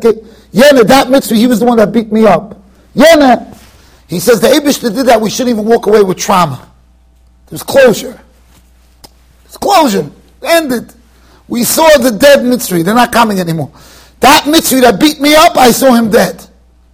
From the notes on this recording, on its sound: Shiur recorded in Yeshivas Ohr Reuven, Monsey NY.